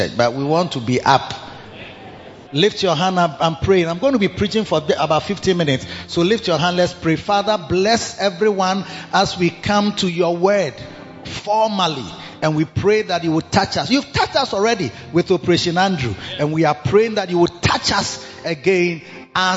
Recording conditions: large echoing room